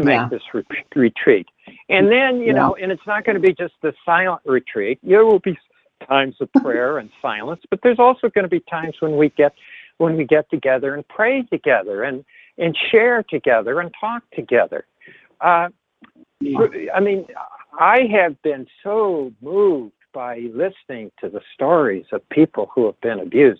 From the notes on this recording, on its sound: This teleconference